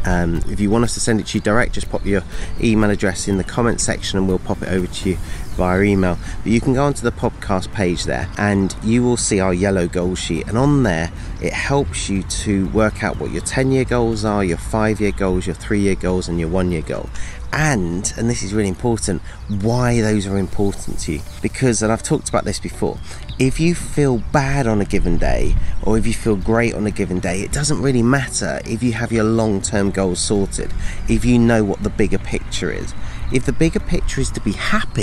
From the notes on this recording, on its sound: recorded on the coast of Northumberland